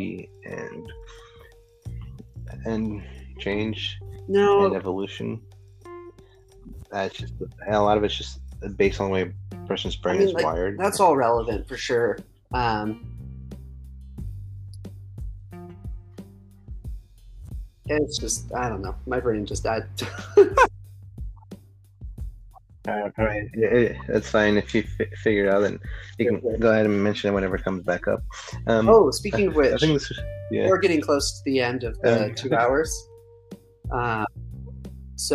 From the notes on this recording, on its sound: I apologize for the abrupt ending, there were technical difficulties yet again